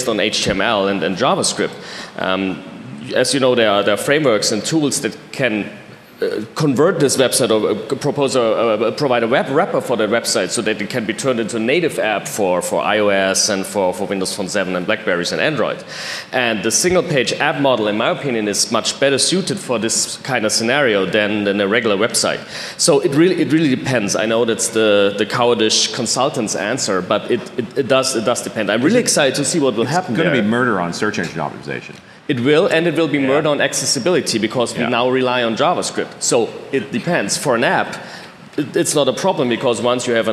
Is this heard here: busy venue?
yes